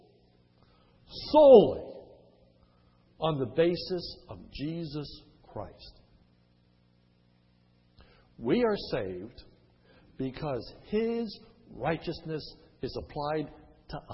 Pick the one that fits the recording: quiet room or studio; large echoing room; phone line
large echoing room